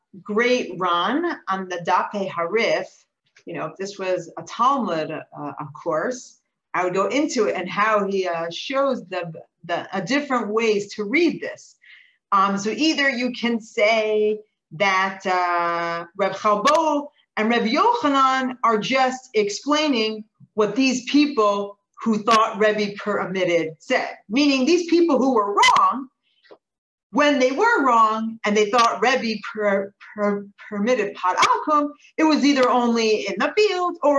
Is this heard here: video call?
yes